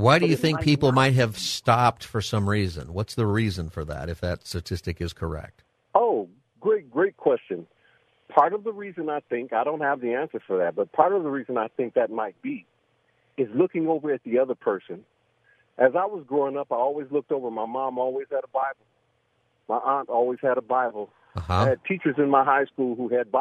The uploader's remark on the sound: Asks his listeners to call in and give perspective on their interest in the bible.